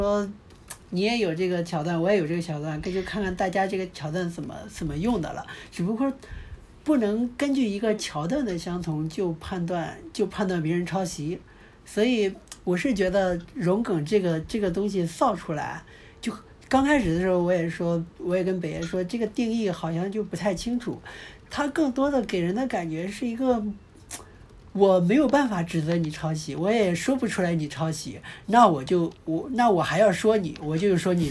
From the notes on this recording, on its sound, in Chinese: 略有杂音